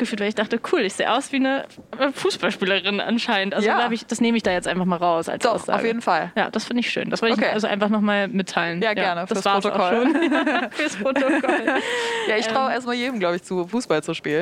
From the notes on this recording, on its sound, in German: Eigentlich sollte es von Berlin nach Leipzig gehen, aber aufgrund von Hitze und dringenden Terminen wurde die heutige Folge ausnahmsweise nicht in der Bahn, sondern in der DB Lounge am Berliner Hauptbahnhof aufgenommen. Nicht wundern also, wenn statt Zugrattern zischende Kaffeemaschinen im Hintergrund zu hören sind.